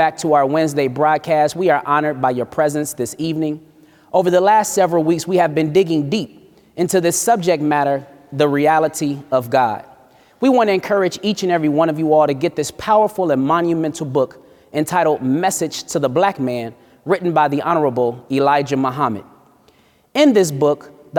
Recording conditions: live audience